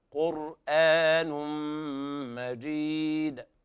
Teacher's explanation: قر الراء تفخم والهمزة ترقق